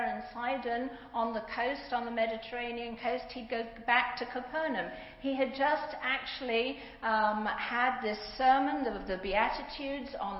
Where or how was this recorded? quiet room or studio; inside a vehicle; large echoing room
large echoing room